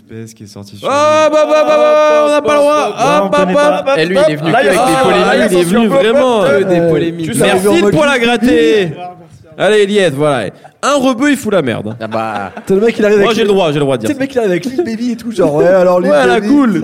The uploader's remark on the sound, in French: Enregistré le 19 juillet 2018 à Le Sucre (50 quai Rambaud, 69002 Lyon)